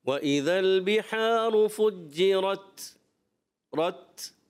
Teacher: یہ تا جو ہے شدیدہ مہموسہ حرف ہوتا ہے، یعنی سختی کے ساتھ آواز بند ہو جاتی ہے، اور پستی اور نرمی کے ساتھ سانس جاری رہتا ہے